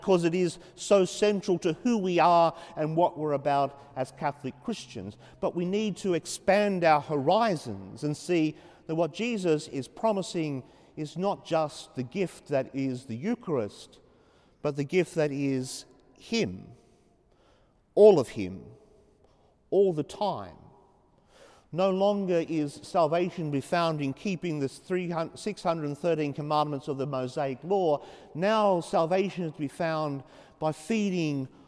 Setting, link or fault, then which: setting, large echoing room